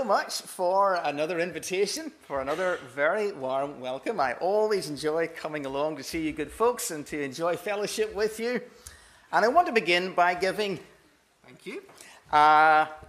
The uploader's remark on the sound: This is the recording of the Bible reading and talk from our missionary service on Sunday 2nd April 2023.